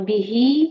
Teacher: یہ ہے مد صلہ صغرا دو حرکہ لمبا کریں گے